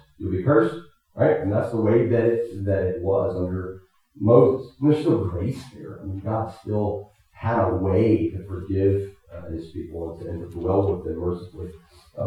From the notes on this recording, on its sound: Technical difficulties affected the quality of this recording.